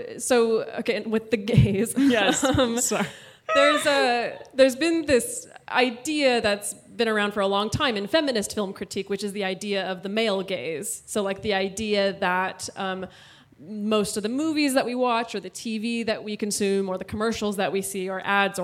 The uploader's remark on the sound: In this live show episode from our 2018 tour